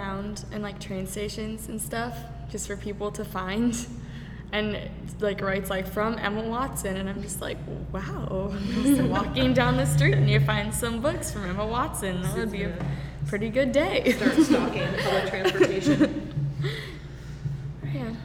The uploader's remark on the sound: This episode was recorded LIVE in front of an audience at "Bare Bones Café," a special exhibit at the Rockwell Museum in Corning, NY.